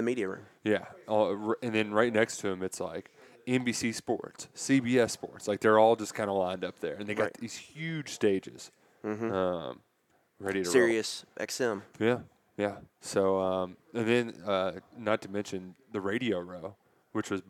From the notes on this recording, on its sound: Live from the NFL Combine in Indianapolis